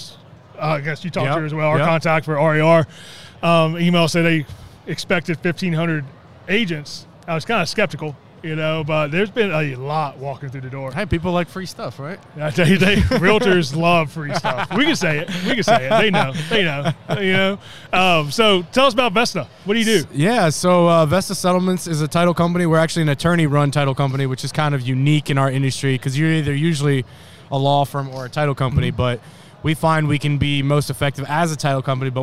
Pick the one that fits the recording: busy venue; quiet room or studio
busy venue